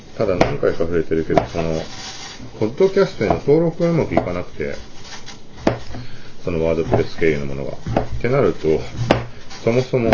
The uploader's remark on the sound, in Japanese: マイク比較TASCAM DR-07X/完全ワイヤレスイヤホン。環境音入り収録。飯作ろうと思って、その間にポッドキャスト収録とかありなんじゃないかの結果、マイク音質比較みたいなことに。JPRiDE TWS-520 完全ワイヤレスイヤホン TASCAM DR-07X ステレオ A-Bモードのつもりが切り替えできてなかったので内部的には単一指向性だった？(汗) iPhone 11 Pro ボイスメモ 手持ち iPhone録音は別室で響かないので一番クリアに聞こえるかもw。